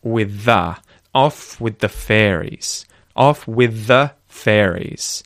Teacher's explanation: You might notice that the TH at the end of the word with and at the start of the word the merge together